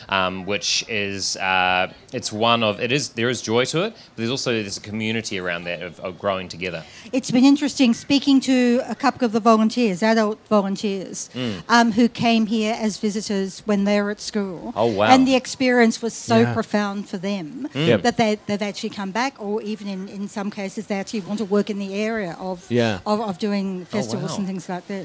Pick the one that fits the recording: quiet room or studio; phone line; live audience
live audience